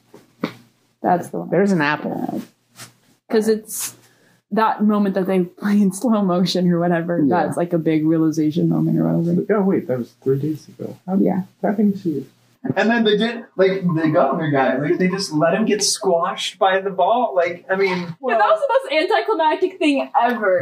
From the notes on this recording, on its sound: this episodes audio quality...mediocre